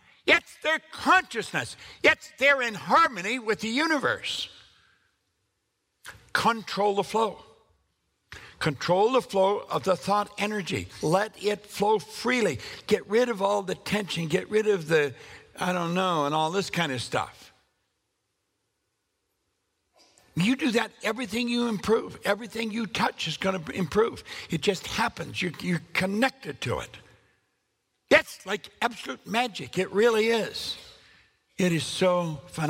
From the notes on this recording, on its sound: live The Art of Goal Creation event